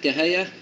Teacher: فعلة فإذا وقفنا عليها يقوم فيها الوجهان النقل والإبدال مع الإدغام، النقل بفتح الياء وحذف الهمزة